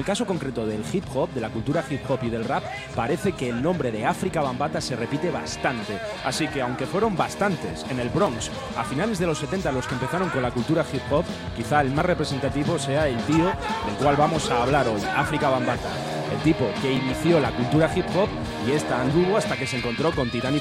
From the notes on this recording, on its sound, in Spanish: En vivo desde C.S.O. La Redonda. Tardes de radio en vivo en La Redonda.